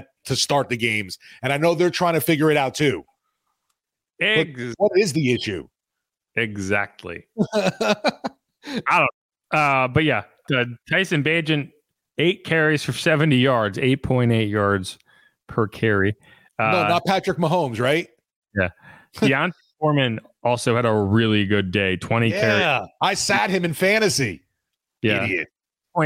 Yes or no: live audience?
no